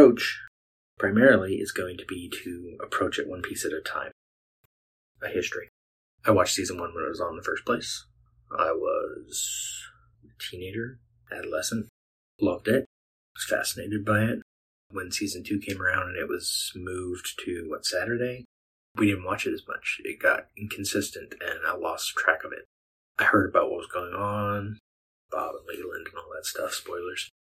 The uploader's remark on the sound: audio will usually be better than this episode's, but i went to record and realized i'd misplaced my lavalier mic that i used to use to record video upstairs